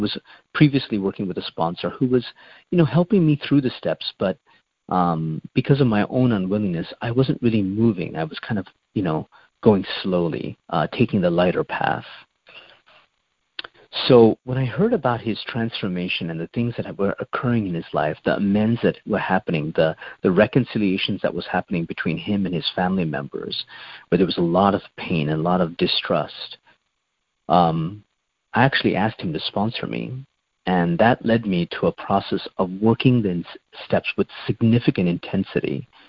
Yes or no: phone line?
yes